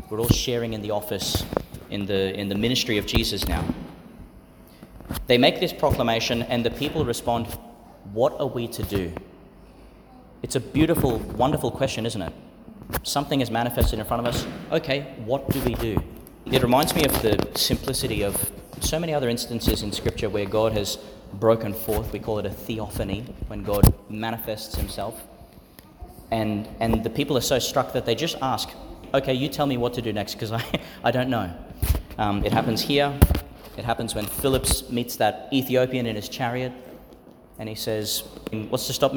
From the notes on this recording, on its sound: Homily for the Fourth Sunday in Eastertide, delivered in St Peter Chanel Catholic Church, Tannum Sands, Qld.